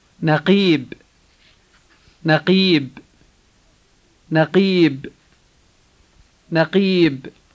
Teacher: the K-like sound which is said far back in the throat and which we write as a Q